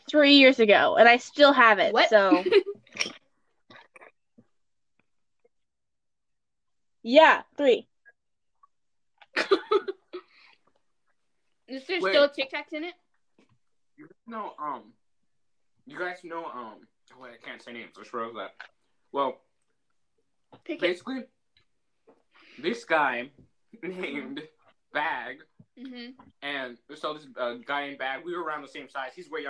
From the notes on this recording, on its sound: There was a LOT of editing to do. Anyway I hope you enjoy the episode despite the horrible audio and random cuts.